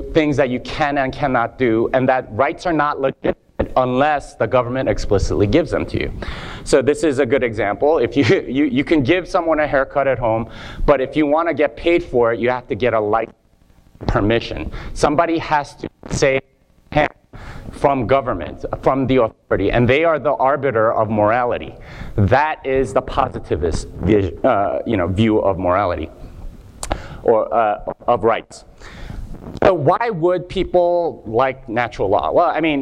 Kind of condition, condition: setting, live audience